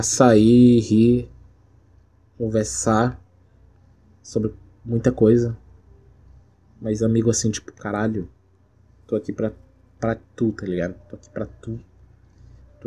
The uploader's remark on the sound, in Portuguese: espero que não se incomodem com os barulhos externos